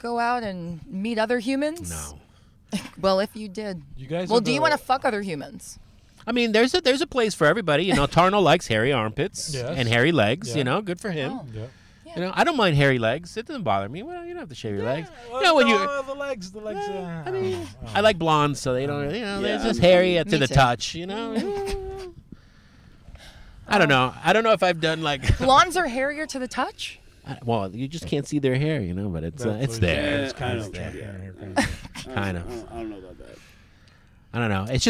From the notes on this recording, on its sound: Recorded at Thank You Miami